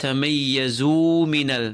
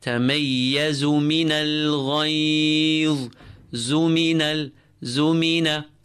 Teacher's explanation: do not pull the dhamma of the za in the word تميز · Shown in: second take · Term: short